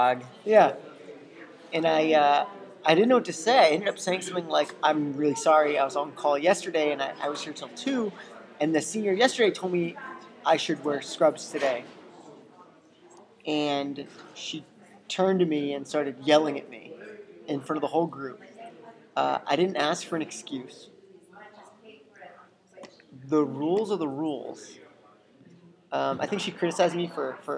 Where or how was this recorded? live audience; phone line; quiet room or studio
live audience